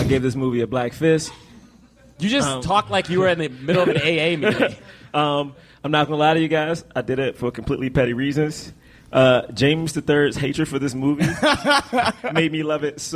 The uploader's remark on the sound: Recorded LIVE from NYC Podfest.